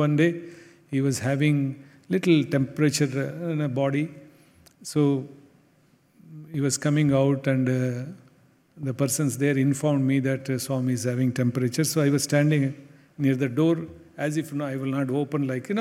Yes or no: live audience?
yes